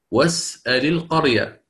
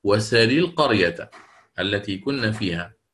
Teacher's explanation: نقل حركة الفتحة التي على الهمزة إلى السين الساكنة وحذفها · Shown in: second take · Term: النقل